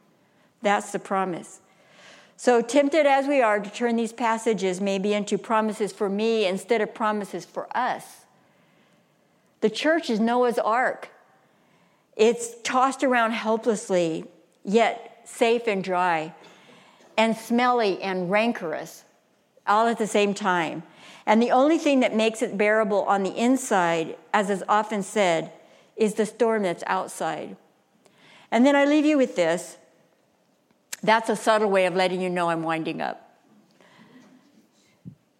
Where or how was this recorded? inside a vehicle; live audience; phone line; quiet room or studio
live audience